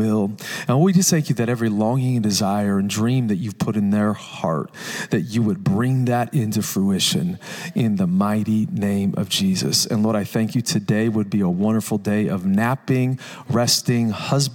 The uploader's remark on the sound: Recorded Live at Capital Church Meridian, Idaho